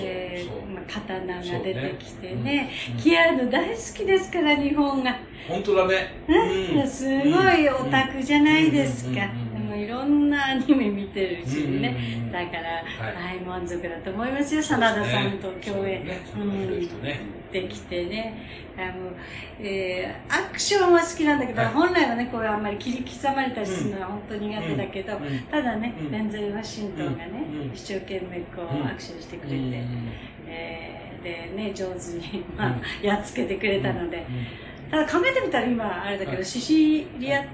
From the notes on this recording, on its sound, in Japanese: 妙齢の男女二人が密室に！ノイズが多いので リスナーさんでイコライザーを上手く調整してお聴き頂けると幸いです。